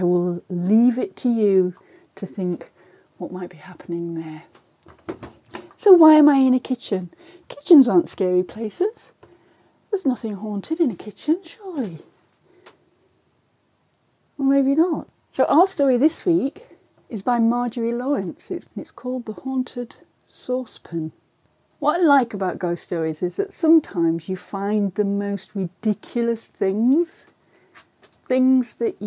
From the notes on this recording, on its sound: With a story, an iPhone and a microphone in hand. Kitchen (complete with creaky cupboards and scary things in the windows) somewhere in Bedfordshire, UK.